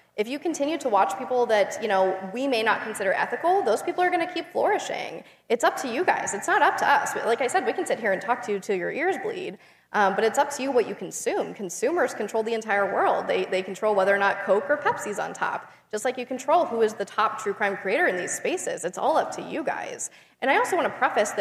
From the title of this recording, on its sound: Live at CrimeCon 2021